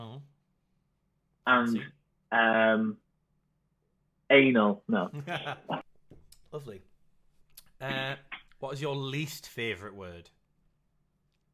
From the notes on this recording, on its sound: YOU'LL BE HAPPY TO HEAR WE'VE NOW INVESTED IN MIC'S, AS THIS WEEKS AUDIO IS TIN CAN LEVEL 100.